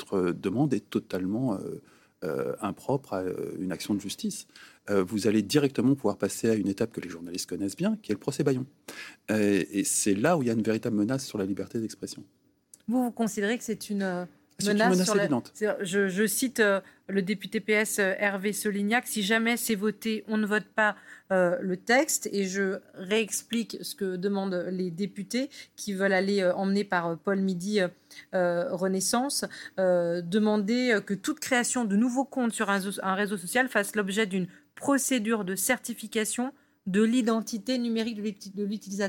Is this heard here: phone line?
no